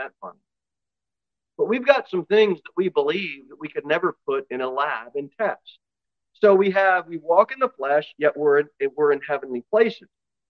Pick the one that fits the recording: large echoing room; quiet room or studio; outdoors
large echoing room